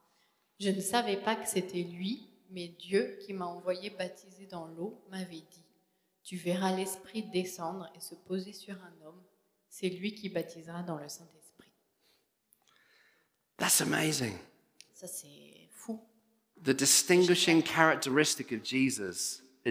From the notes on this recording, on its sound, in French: Enregistré à l'église CVV, le 03/04/2022